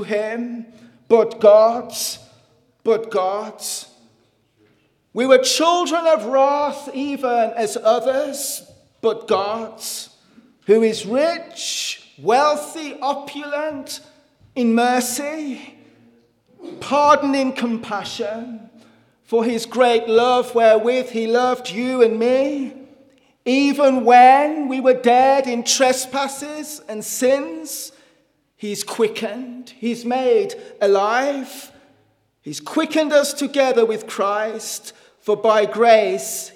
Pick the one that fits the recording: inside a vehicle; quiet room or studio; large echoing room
large echoing room